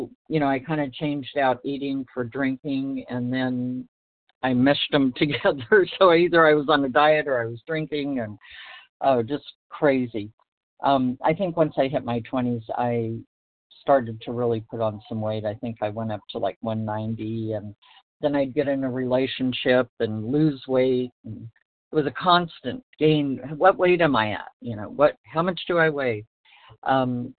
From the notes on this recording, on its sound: From the 100 Pounders Phone Meeting.